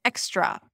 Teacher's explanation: associating the letter X with k, as in the word extra, right? You hear a k and a s sound. And here, the X in the word luxury stands for gzh.